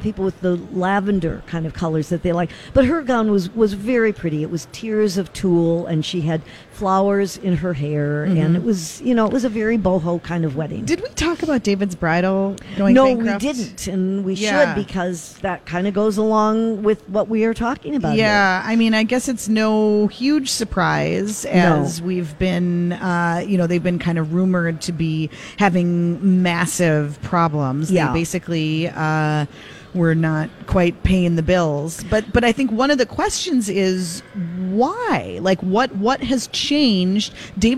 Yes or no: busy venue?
yes